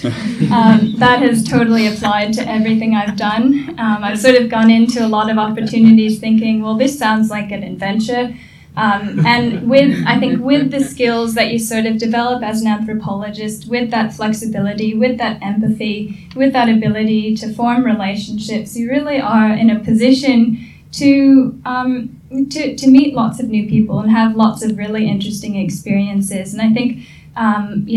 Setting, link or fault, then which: setting, busy venue